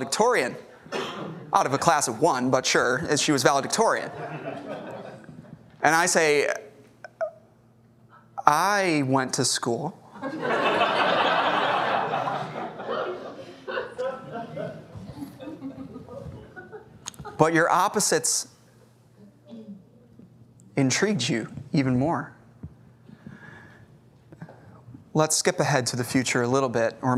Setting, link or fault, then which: setting, large echoing room